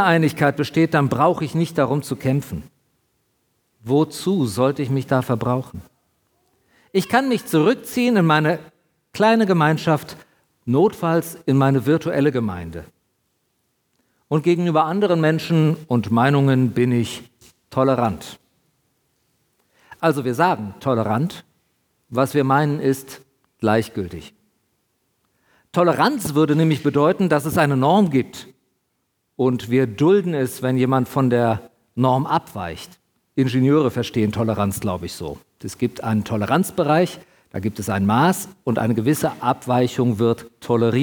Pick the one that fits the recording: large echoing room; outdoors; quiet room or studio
large echoing room